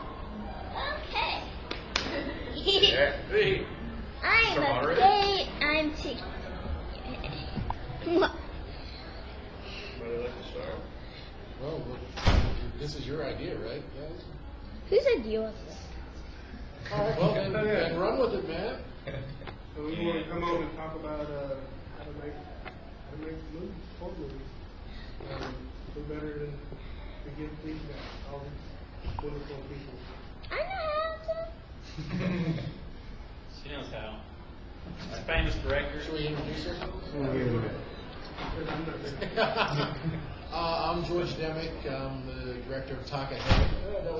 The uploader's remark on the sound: The How to make a Horror Movie panel from Connooga 2018!